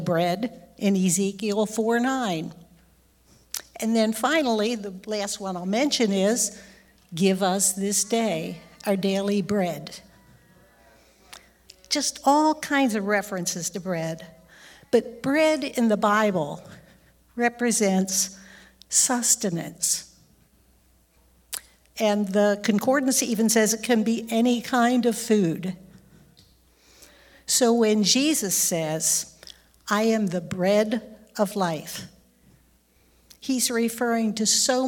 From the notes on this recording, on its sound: recorded live on Sunday, January 15th, 2023, at Newark United Pentecostal Church.